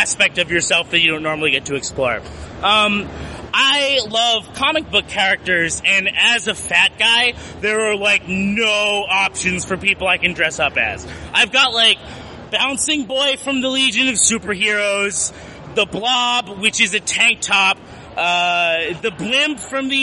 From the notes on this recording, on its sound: We Nerds were really stoked to bring our storytelling show to Chicago's premiere comic convention this year. Recorded on the C2E2 Live! Please pardon the louder-than-usual crowd noise; recording was a little trickier than we anticipated.